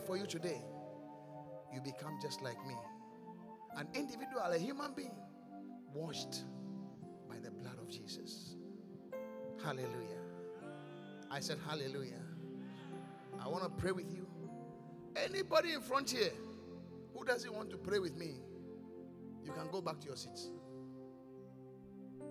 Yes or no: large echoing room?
yes